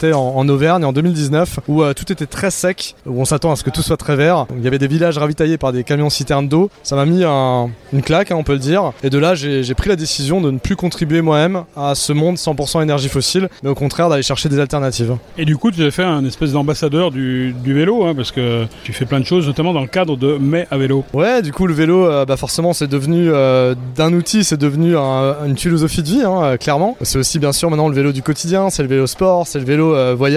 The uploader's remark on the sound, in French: A notre micro, lors du Cargo Bike Festival de Lyon